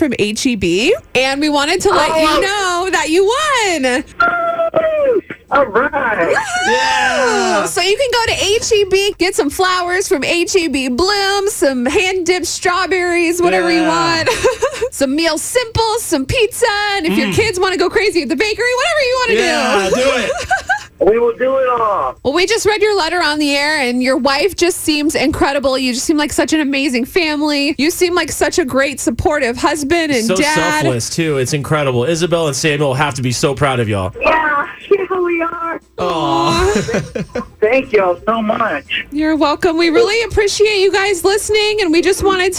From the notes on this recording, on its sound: trying to get the lucky winner on the phone!